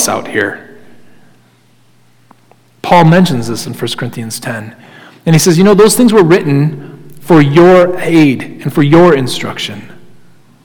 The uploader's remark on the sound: Sermon Audio from Crossway Christian Church